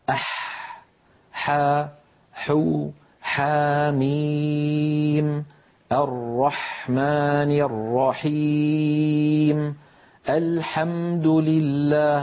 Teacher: اللوحة التي بعدها نرى مخرج حرف الحاء، انظروا إلى حرف الحاء كيف أن لسان المزمار يرجع ولكن قليلا، لا يرجع بالمقدار الذي كان يرجعه عند حرف العين، لذلك نطق الحاء أسهل من نطق العين.